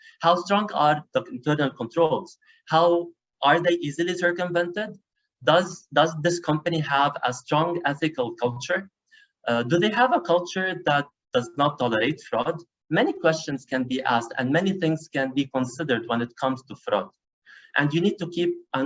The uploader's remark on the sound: Live Webinar